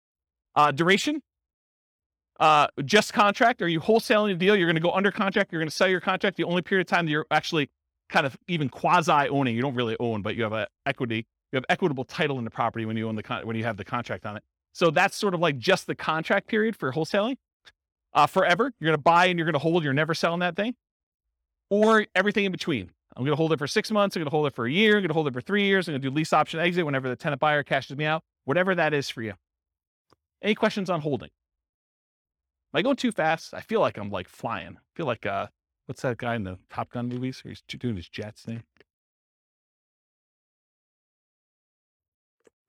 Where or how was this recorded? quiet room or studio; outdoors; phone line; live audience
live audience